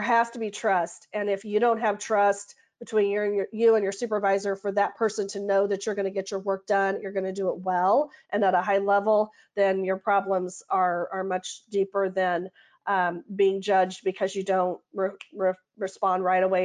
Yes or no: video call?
yes